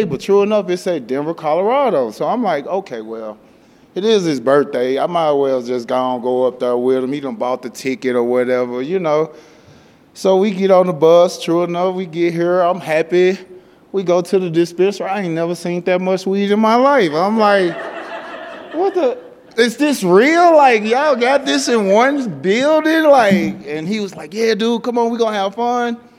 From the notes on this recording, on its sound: Recorded February 2023 at Rag + Bale in Denver.